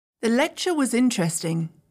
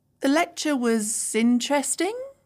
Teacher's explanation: This is falling intonation. I'm showing certainty or confidence in what I've just said. · Shown in: first take